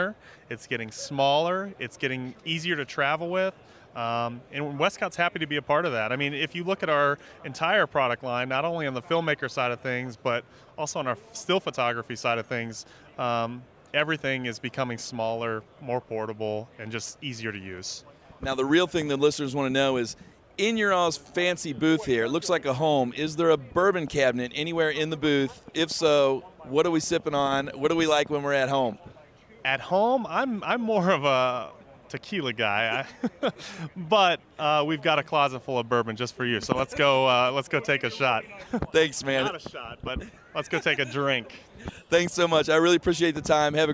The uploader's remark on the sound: Live from the NAB Show floor